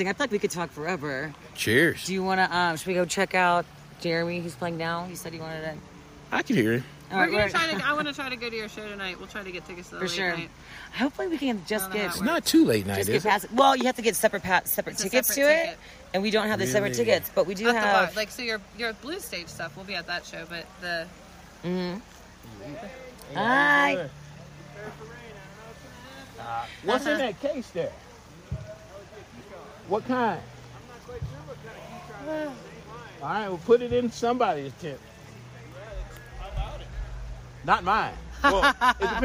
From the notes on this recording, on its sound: Telluride Blues and Brews festival. We did this interview on my cell phone next to a stream in the middle of the mountains.